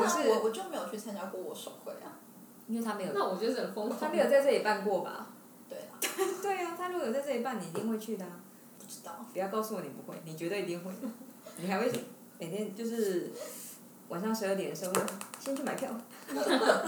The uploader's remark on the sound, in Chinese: 雖然是在獨立的室內空間錄音，但是還是收到很多環境音，還請大家見諒